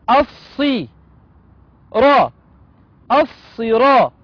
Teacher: يلا، همزة وصل، تسقط وصلا، نبدأ بها آ، لام شمسية، مدغمة في الصاد المكسورة